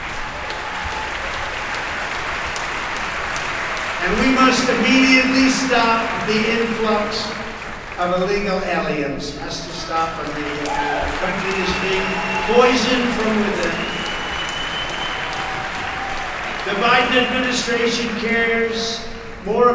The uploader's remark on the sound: LIVE FROM CPAC 2022